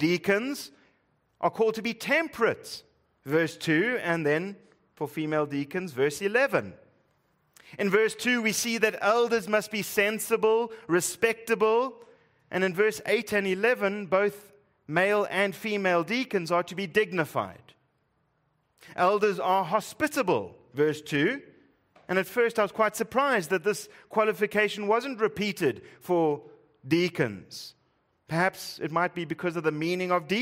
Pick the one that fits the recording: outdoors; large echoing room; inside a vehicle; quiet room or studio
large echoing room